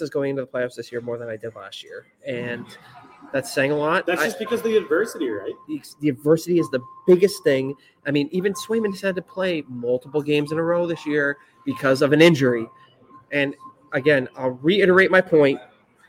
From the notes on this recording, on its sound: Right from Back Hill Beer Company! The audio is a bit wonky due to the live event, so bare with us!